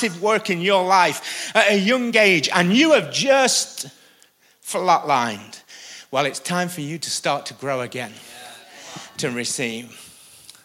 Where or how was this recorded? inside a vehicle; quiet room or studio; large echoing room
large echoing room